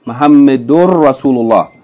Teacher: Note, Muhammadun Rasulullah is actually pronounced Muhammadur Rasulullah. With the noon in Muhammadun, in the tanween, is assimilated, is merged into the ra of Rasul. This is known in the study of tajweed as idgham, idgham.